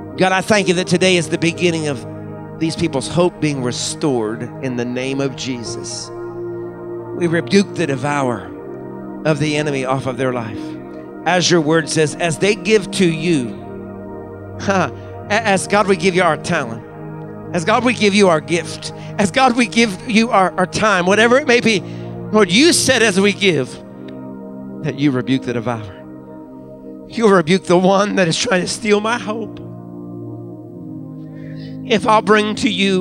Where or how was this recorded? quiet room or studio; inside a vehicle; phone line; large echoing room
large echoing room